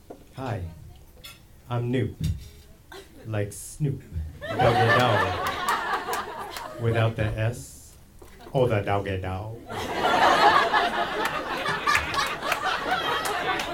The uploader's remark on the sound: Told live on stage.